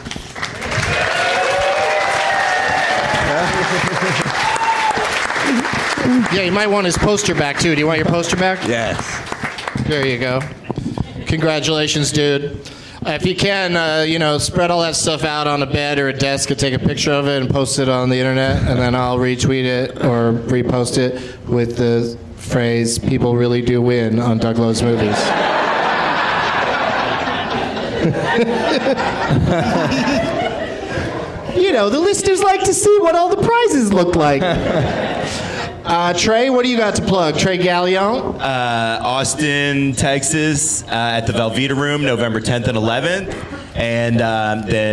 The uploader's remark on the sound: Live from Goodnight's Comedy Club in Raleigh